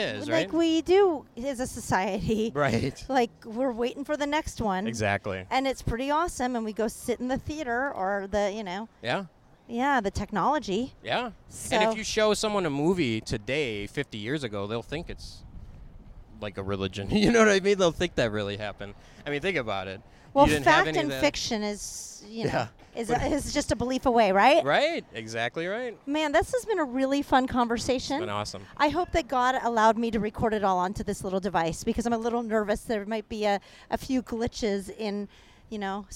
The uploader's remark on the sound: While walking around Hollywood Blvd.